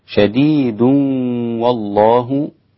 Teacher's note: شديد والله أسقط الغنة في الوصل